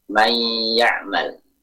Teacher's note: Kita tutup dengan makhraj ya, dan kita buka juga dengan makhraj ya. Sekali angkat. · Term: idgham